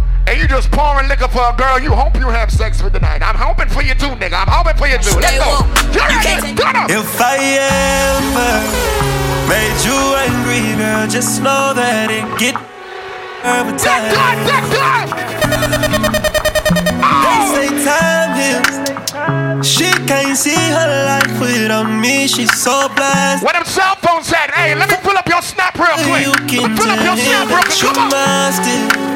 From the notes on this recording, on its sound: Doubletap Sundays 2/21/21 (LIVE AUDIO).